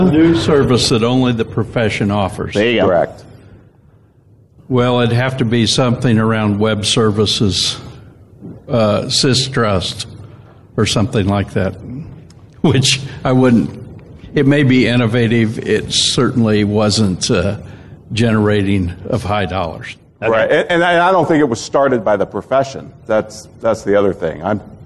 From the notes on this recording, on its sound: Live from Sage Summit. Sage Summit 2017 in Atlanta. A great panel discussion.